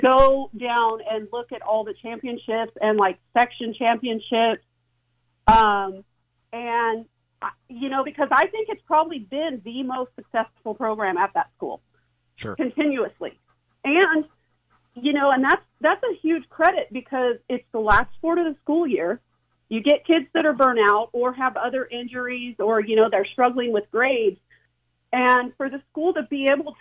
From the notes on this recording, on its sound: an hour of community call ins